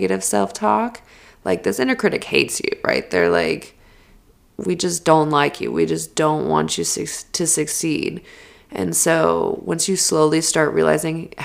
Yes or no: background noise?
no